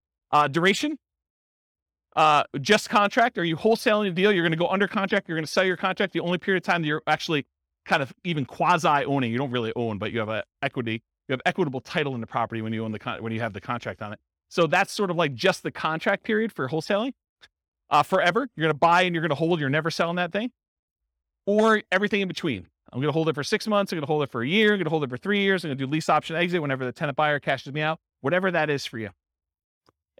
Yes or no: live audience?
yes